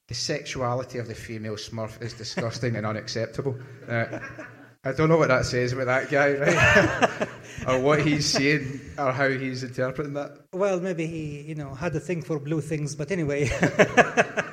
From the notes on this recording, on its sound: Blethered Live at SWG3 in Glasgow.